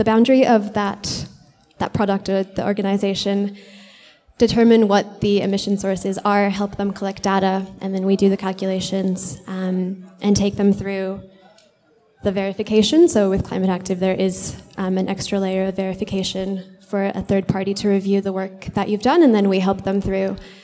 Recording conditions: busy venue